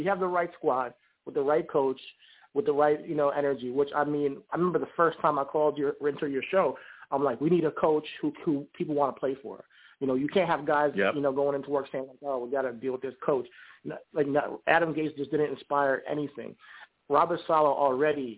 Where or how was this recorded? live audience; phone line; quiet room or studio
phone line